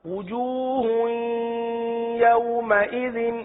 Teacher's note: اس ہا کو یا کے ساتھ اس طرح مدغم کر لیجئے کہ گننے کی آواز آئے